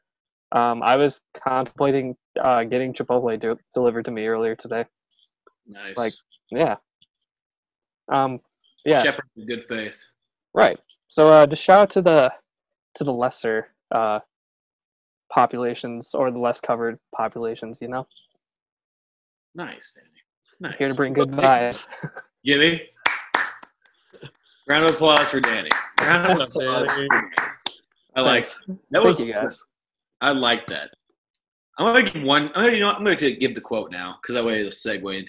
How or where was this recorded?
video call